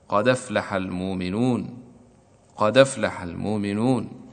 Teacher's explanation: وجب نقل حركة الهمزة إلى الساكن قبلها وحذف الهمزة